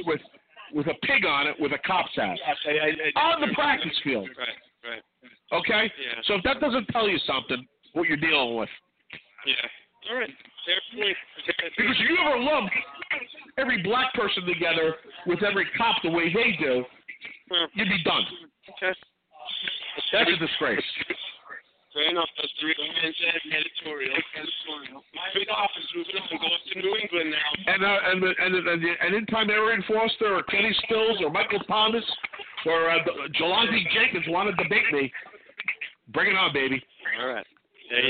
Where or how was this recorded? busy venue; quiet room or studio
busy venue